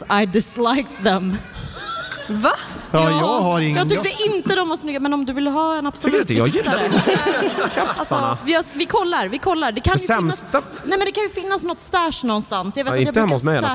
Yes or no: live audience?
yes